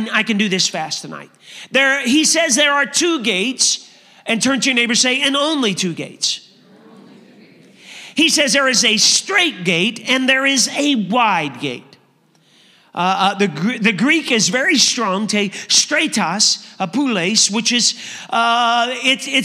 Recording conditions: large echoing room